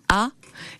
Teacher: quand je fais un A, eh bien, mon voile du palais, il monte